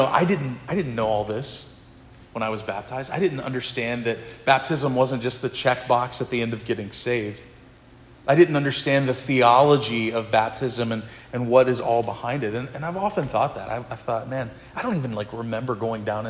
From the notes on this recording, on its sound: This sermon was preached at Providence Church